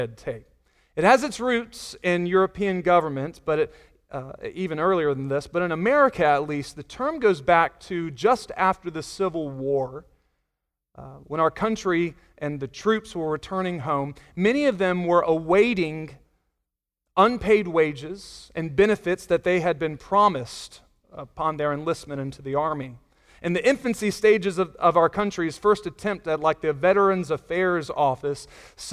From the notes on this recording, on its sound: Sunday Morning Sermon Audio